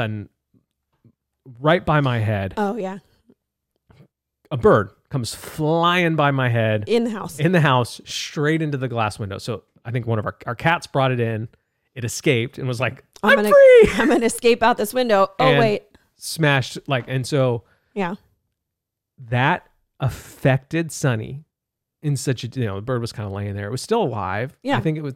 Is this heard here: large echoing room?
no